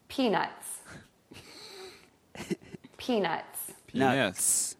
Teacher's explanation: make sure that you stop the airflow and say the T sound. Like Then number two, add the S.